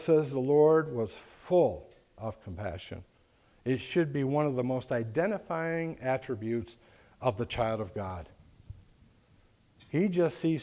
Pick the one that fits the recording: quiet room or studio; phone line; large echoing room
large echoing room